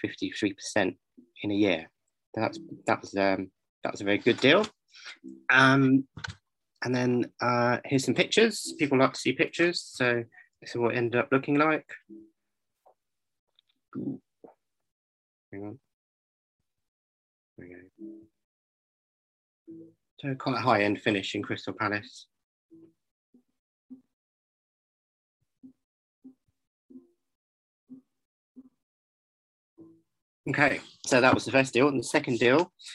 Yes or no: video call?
yes